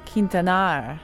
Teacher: Last name, Quintanar. Okay, emphasis on the last syllable. Quintanar. Oh, roll your R slightly.